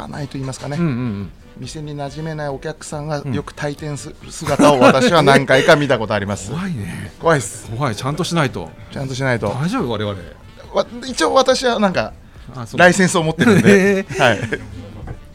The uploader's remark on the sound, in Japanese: 今週は西荻窪の 【日本酒おばんざい梵】 さんにて収録。営業中のお店の雰囲気そのままにお届けします！